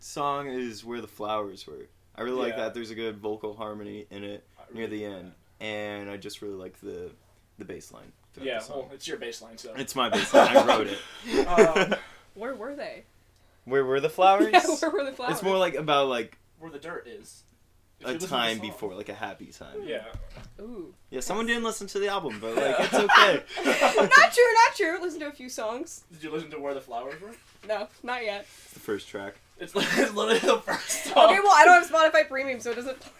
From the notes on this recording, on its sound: please bare with us with some audio difficulties we're still messing around with the mic